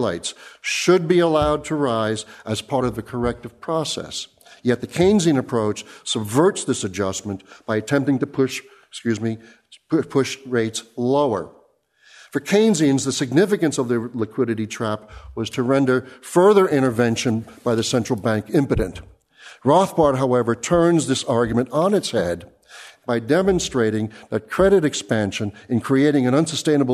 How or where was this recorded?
live audience